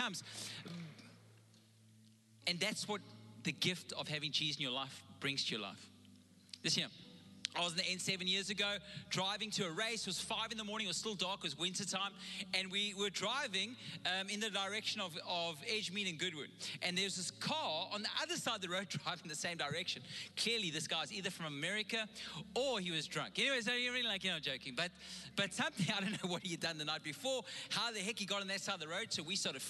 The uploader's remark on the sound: Recorded live.